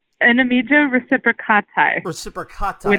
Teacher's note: The accent on the second to the last syllable.